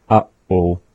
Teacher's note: Take English, for example, when we say uh-oh, that the pause in that is happening after the first uh and before oh. Uh-oh.